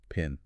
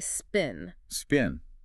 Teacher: Feel that puff of air after the P. · Shown in: first take · Pin. Yeah, there's a little puff. · Term: aspiration